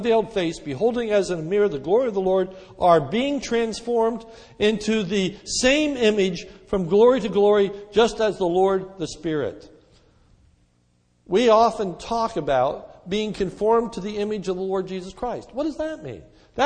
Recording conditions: large echoing room